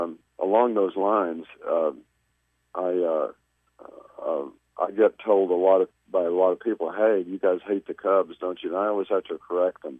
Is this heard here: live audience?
no